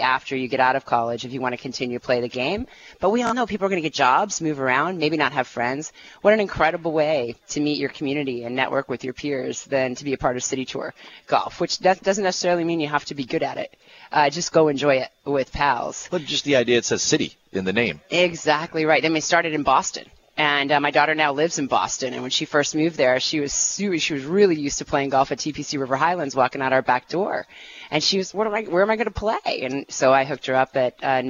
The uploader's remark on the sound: broadcasts live from the PGA Merchandise Show in Orlando, FL.